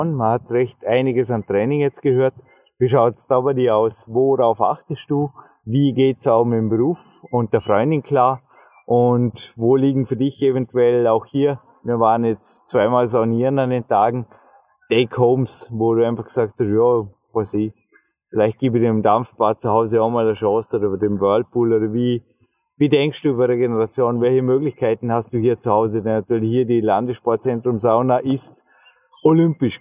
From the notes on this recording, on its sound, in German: Direkt von der „vordersten Front“ des Dornbirner Leichtathletikstadions gibt’s erstmals live on tape.